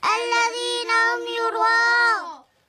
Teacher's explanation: ألف مد متصل واجب أربع أو خمس حركات